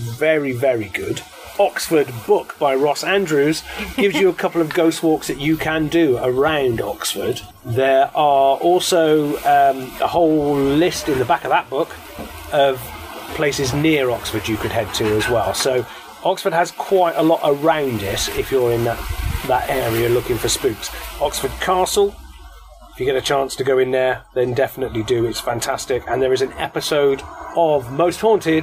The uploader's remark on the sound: As we are recording in gardens the sound quality is not our usual Studio sound and will have added sound effects like neighbors, birds, motorbikes, and this time even a construction site.